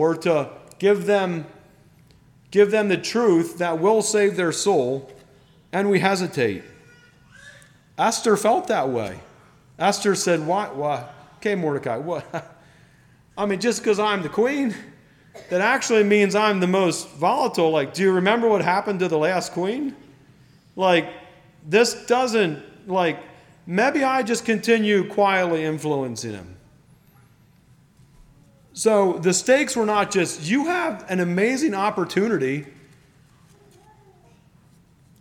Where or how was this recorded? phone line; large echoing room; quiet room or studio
large echoing room